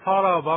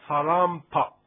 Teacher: 濁音のバの前にウンを入れて、今度半濁音にするわけです · Shown in: second take